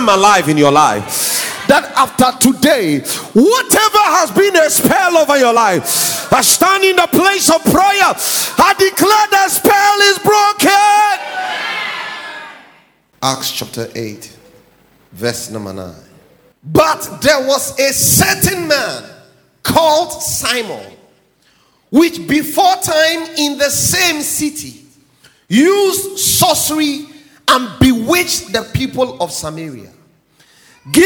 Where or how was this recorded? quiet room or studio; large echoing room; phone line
large echoing room